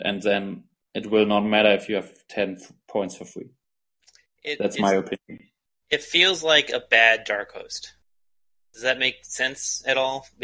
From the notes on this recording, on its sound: We had some minor audio issues this episode, we should have the issues resolved next record.